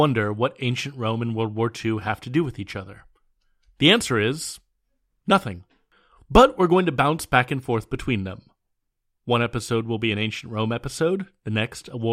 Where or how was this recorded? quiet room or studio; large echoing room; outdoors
quiet room or studio